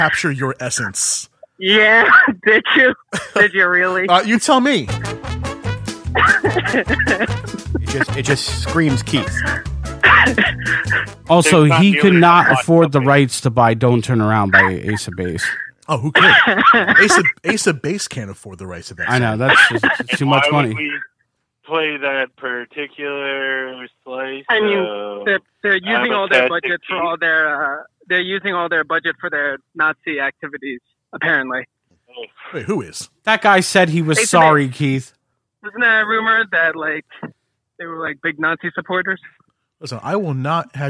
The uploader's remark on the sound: On the phone.